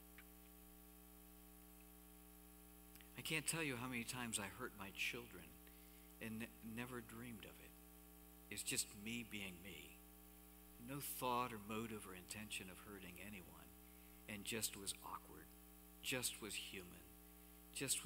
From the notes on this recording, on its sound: Cornerstone Fellowship Sunday morning service, streamed live on March 7, 2021, Wormleysburg, PA.